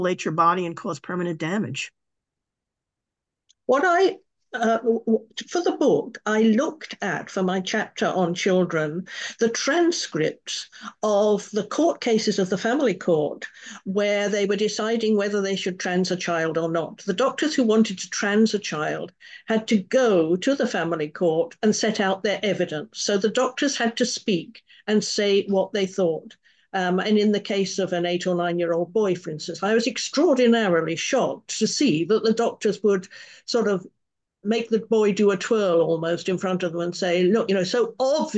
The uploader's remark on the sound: A live webinar on Sunday 28th Jan at 10am UK time.